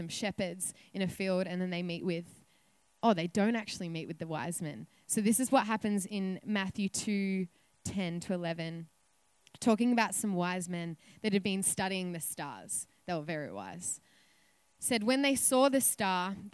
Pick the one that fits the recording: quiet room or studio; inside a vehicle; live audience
live audience